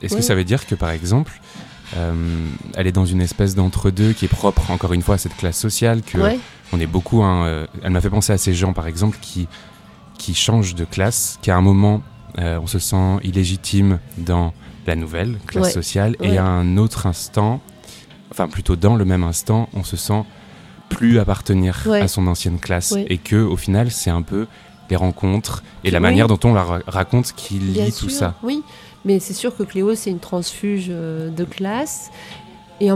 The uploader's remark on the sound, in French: Nous nous sommes donc rejoint dans un café dans le quartier de Saint-Michel, à Paris, en face de Notre Dame, et j’ai allumé les micros. Comme dans n’importe quel café, il y a un petit bruit de fond. Ce sont les limites (mais aussi le charme) du podcast "fait maison".